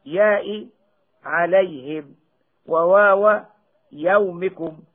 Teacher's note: الياء والواو الساكنتين إذا انفتح ما قبلهما سمي كل منهما حرف لين فقط، مثل ياء عليهم وواو يومكم، ولا يسميان حرفي مد كما بينا وأوضحنا.